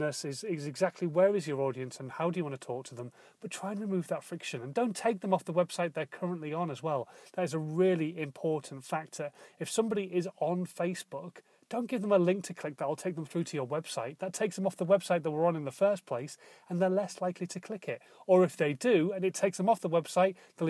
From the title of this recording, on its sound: In My Car - Daily Podcast